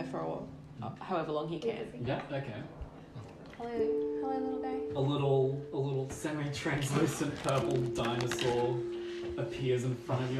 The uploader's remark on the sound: This is a tester sampling audio recording isn’t awesome.